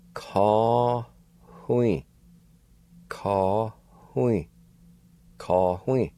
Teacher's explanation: between the A and W, in the middle of the word, there's a faint H sound like this. Ka-hui.